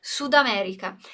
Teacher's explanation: Acontece a junção do som, né? Do D de Sud e do A de América. Então a gente vai falar como se fosse uma palavra só, Sudamérica.